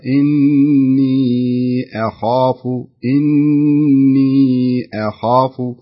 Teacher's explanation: لاحظ إني أخاف الهمزة هنا تكون مرققة ما تفخم الخاء صح تفخم لأنك أنت إيش اللي خليها تصعب على القارئ إن بعد الهمزة خاء والخاء حرف استعلاء تحصل مثل ما قرأتي أنت قلتي إني أخاف لا خليها إني أخاف إني أخاف.